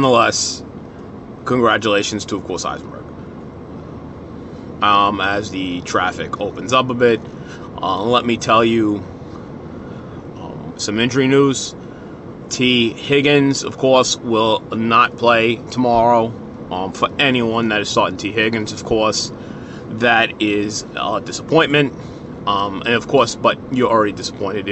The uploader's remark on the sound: from the car